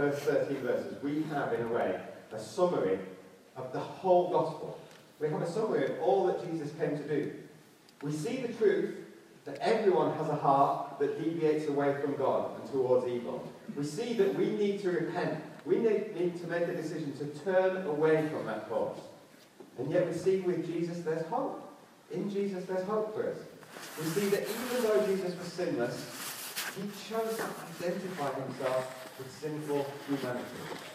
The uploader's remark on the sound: Due to technical problems, the first part of this sermon was not recorded and the quality of this recording is poor.